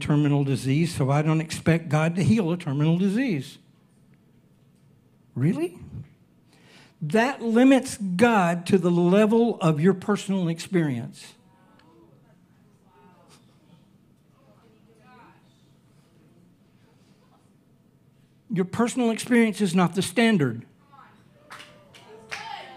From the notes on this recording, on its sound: Recorded Sunday evening service at Reunion Hawaii